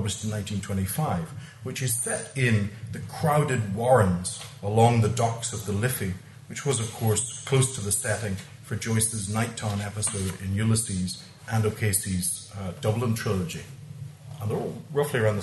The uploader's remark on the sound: recorded at the Dockland Encounters Symposium.